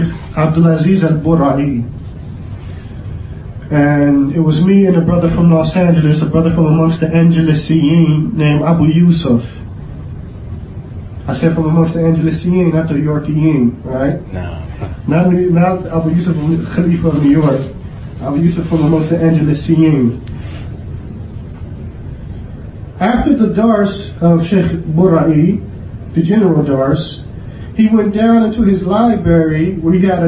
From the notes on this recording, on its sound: Clip taken from, Repelling Corrupt Principles Ascribed To Salafiyyah Conference 2019 (Lecture given at Masjid Ahlil Hadeeth, Philadelphia, Pa).